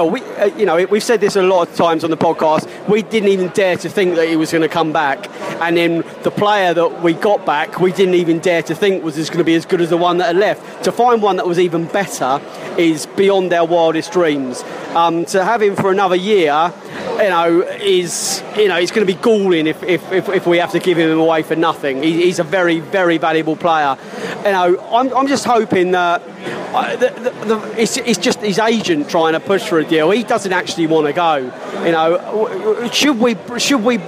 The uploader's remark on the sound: The Live From Oxford Podcast. Beesotted headed West this week and had to settle for a pint in a bowling alley rather than a lovely pub, but taking in the Bees’ friendly game at Oxford allowed us to watch some live footy while doing the Pride of West London Podcast once again.